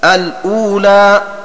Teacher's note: وخلاصة ما يقال في عادن الأولى أن ابن كثير وابن عامر والكوفيين قرأوا عادن الأولى بكسر التنوين وسكون اللام في حال وصل الأولى بعادن، فإذا وقفوا على عادن وابتدأوا بالأولى أتوا بهمزة الوصل مفتوحة وأسكنوا اللام وبعدها همزة مضمومة فواو ساكنة